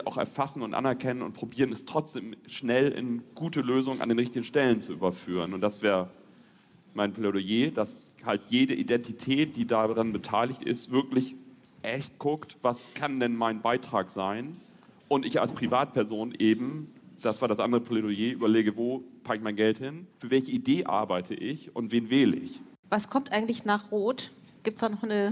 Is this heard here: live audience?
yes